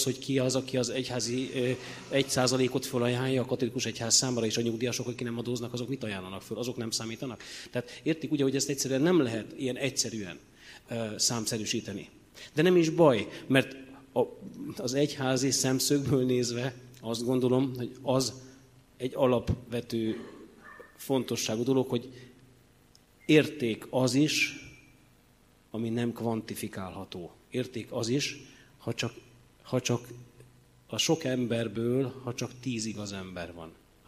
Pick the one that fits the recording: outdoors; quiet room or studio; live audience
live audience